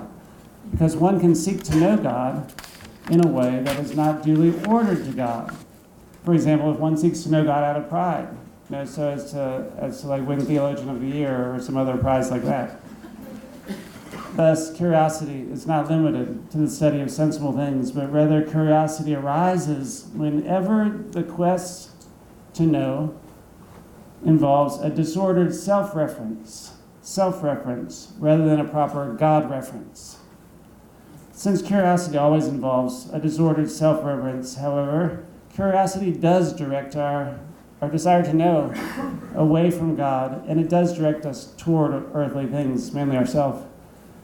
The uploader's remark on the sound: Thomas Aquinas Lecture at Christendom College.